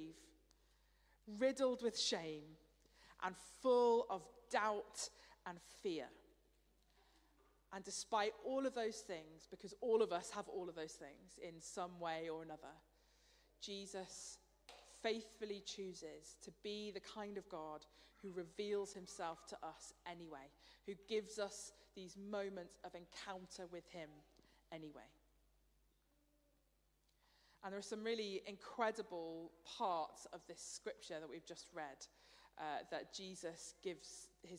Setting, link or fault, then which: setting, large echoing room